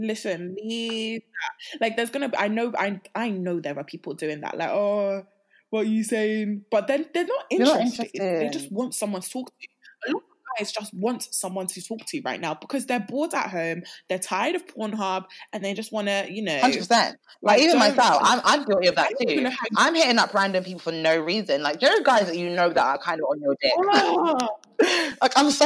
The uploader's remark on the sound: We must apologies for the sound quality of this episode, we had some difficulties in Post that will be addressed for next week!